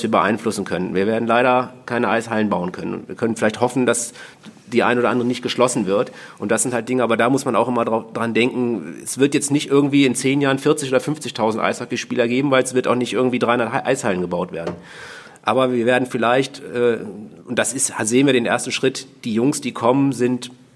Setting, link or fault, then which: setting, busy venue